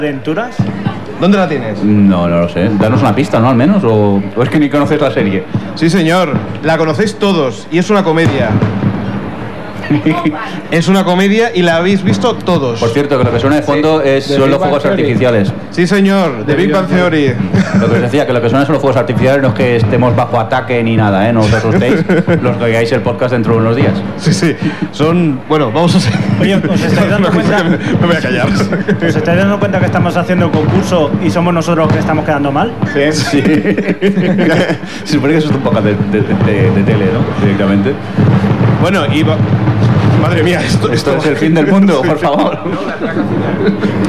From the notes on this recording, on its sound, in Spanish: En este caso se trata del podcast que realizamos de cara al público. Disculpar los problemas que pueda haber con el audio, pero es lo que tiene grabar en medio de la calle. También os adjuntamos un pequeño vídeo aprovechando que teníamos un streaming de 4 cámaras en el stand.